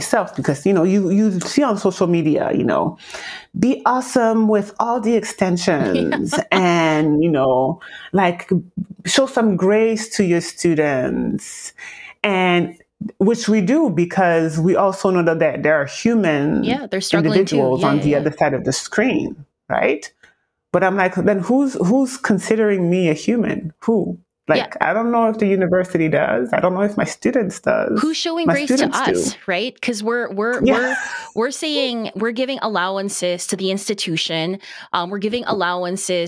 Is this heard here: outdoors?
no